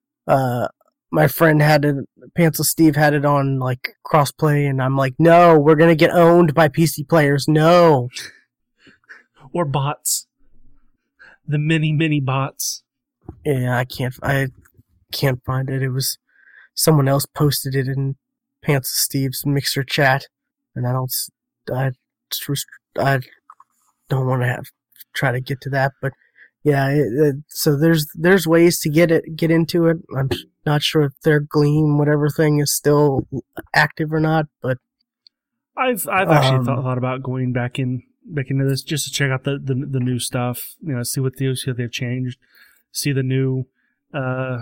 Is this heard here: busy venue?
no